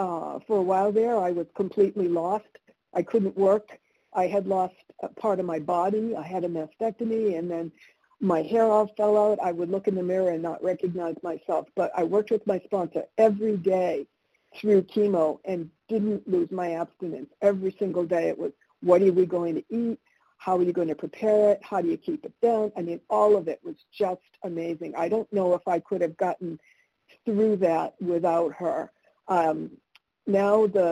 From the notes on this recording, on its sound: 100 Pounders Phone Meeting